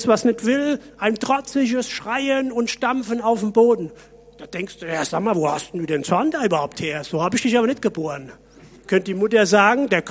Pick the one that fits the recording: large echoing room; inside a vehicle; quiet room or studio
large echoing room